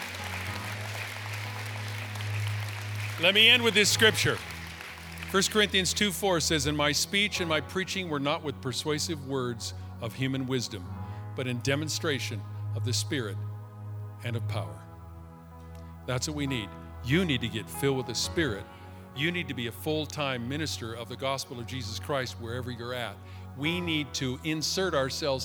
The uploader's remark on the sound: Live from our in Person 11am Service on October 04, 2020